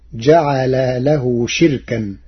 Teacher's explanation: قرأ ورش كلمة شركاء بكسر الشين وإسكان الراء وحذف الهمزة، فتصير جعل له شركا، أي اسم مصدر.